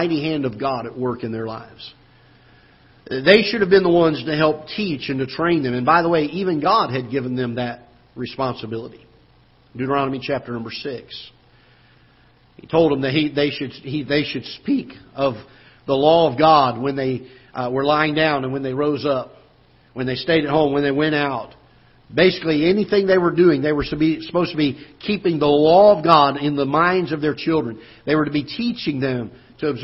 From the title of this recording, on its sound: Ketha Heights Baptist Church ~ Live Broadcast